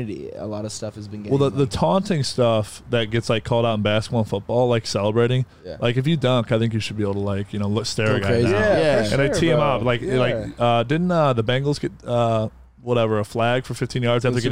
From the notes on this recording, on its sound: in the truck